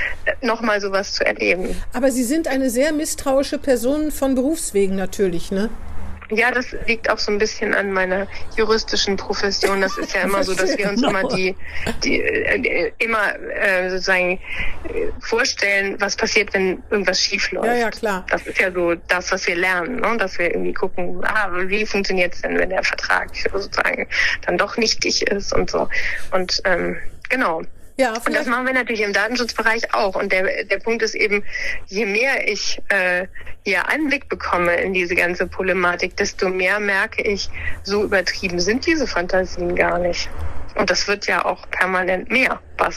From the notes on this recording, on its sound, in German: "Hinten links im Kaiser Friedrich" findet coronabedingt wieder per Telefon-Schalte statt.